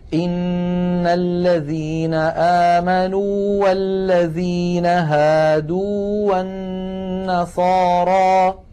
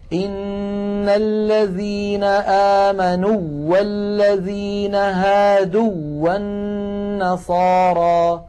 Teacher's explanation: التقى متماثلان ومع ذلك لم ندغم الأول في الثاني لأن الأول منهما حرف مد · Shown in: first take · Term: الإظهار